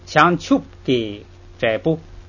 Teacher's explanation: 这个波不要发出来，闭口抢球就行了。